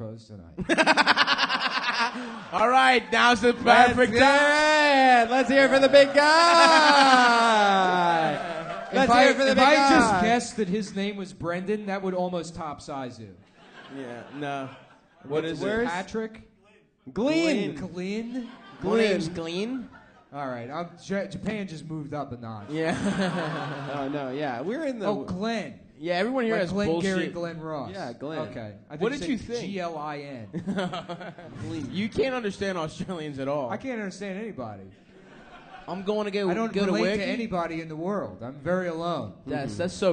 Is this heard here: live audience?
yes